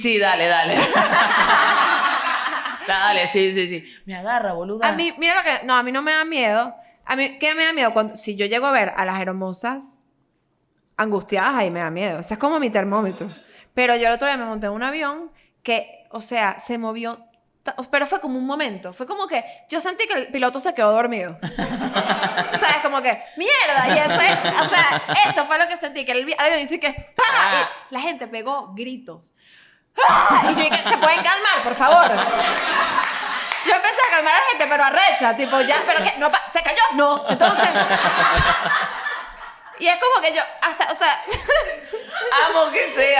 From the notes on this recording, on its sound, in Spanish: Hoy, en nuestro primer episodio en vivo, nos hemos lanzado a la aventura, rodeados de nuestros fieles oyentes